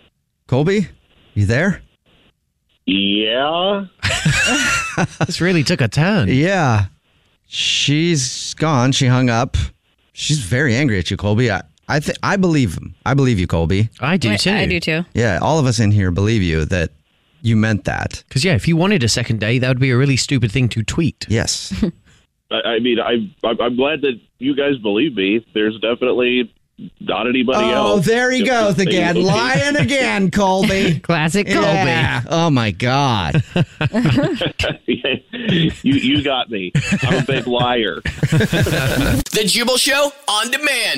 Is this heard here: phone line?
yes